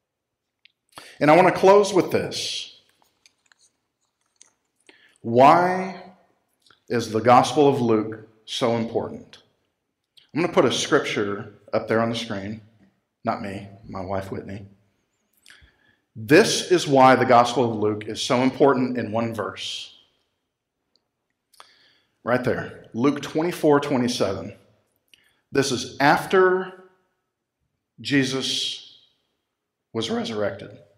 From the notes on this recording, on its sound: Recorded live at Freedom Fellowship Church in Tontitown, Arkansas on Sunday, November 29, 2020.